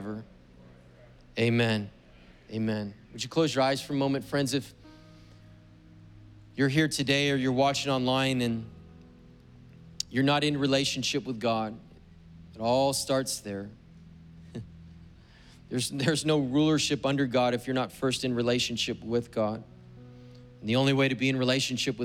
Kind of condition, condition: setting, large echoing room